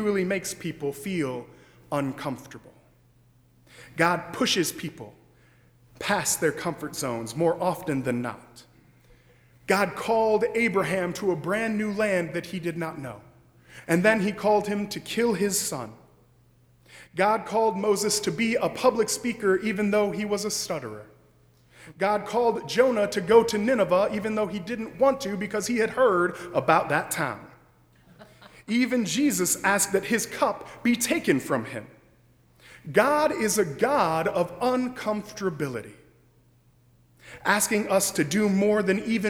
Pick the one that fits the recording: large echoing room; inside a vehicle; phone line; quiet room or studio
large echoing room